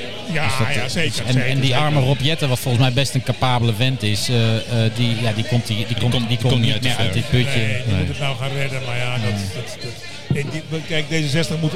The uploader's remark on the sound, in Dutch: Luister mee naar dit politieke café, live opgenomen in Soestdijk (Groningen).